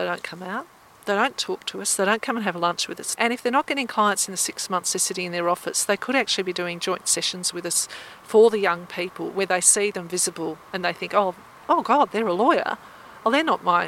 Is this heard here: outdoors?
yes